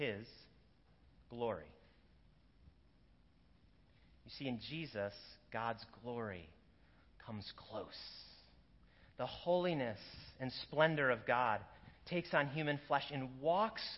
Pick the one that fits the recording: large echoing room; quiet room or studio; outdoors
large echoing room